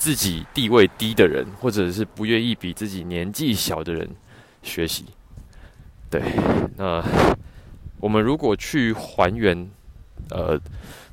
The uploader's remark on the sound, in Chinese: 散步聊天的單元。由於最近採取邊走邊聊的錄製形式，收音品質沒有室內那麼好，請聽者包涵。